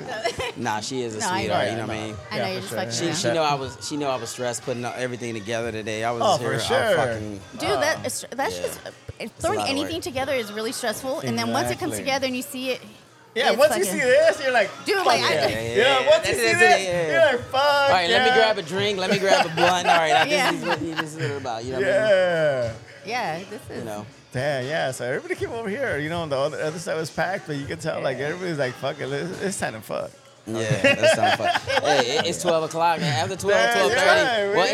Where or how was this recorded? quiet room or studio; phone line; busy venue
busy venue